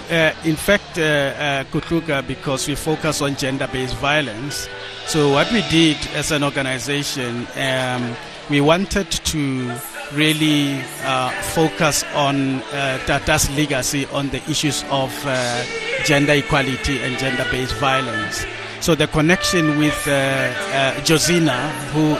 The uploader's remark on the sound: OUTSIDE BROADCAST